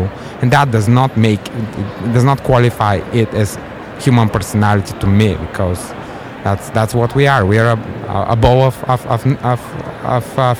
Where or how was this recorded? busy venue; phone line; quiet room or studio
busy venue